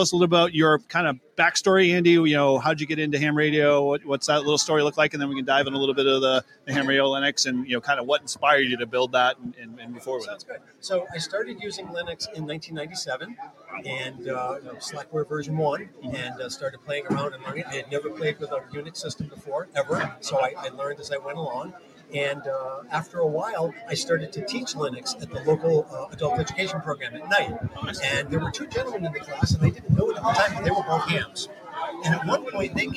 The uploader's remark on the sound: Live from the Northeast HamXposition in Marlboro, Massachusetts!